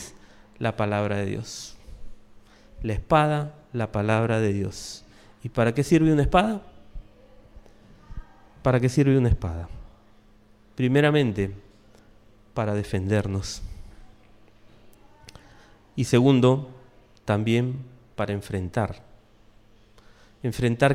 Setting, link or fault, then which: setting, live audience